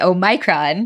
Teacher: the vowel in the second syllable is stressed, and it's a diphthong, so it's very long